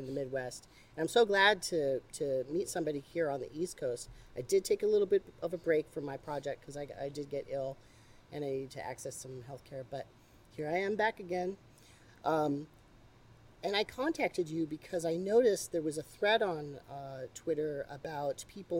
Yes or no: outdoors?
yes